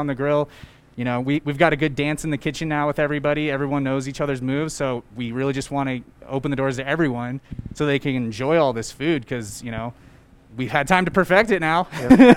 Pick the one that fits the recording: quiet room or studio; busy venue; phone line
busy venue